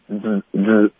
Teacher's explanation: 这是一个浊音，滋滋，OK，嗓子会跟着震动